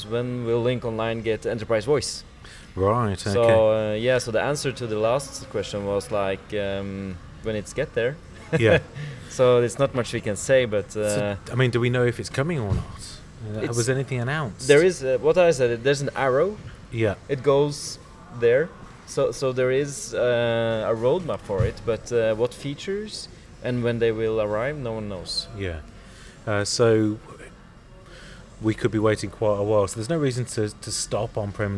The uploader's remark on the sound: Live from TechEd Europe